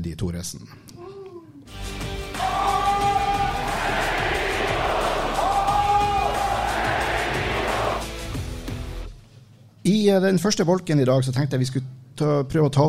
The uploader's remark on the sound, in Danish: Live fra Sportsbaren. Den fjerde Livepodden på Sportsbaren ble spilt inn onsdag kveld.